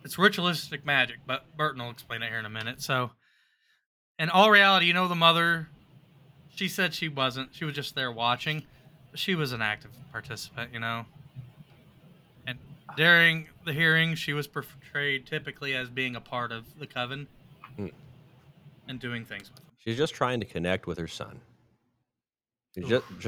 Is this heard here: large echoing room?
no